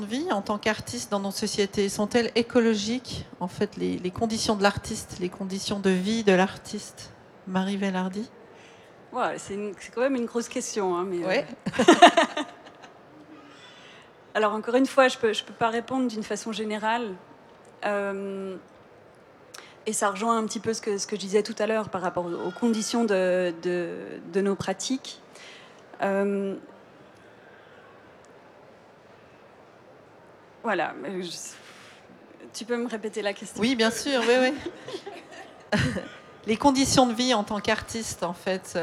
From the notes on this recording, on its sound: Live round tables that took place in the art fair artgenève in early March 2022. This episode is part of a series of four live round tables that took place in the art fair artgenève in early March 2022. They took place in French.